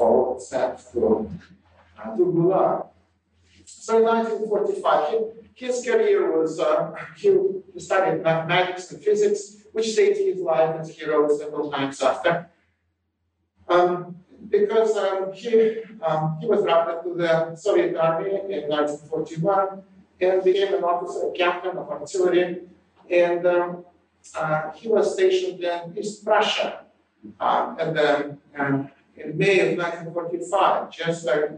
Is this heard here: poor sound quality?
yes